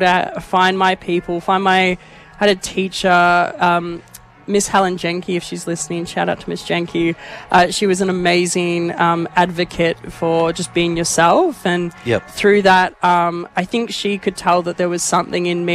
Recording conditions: outdoors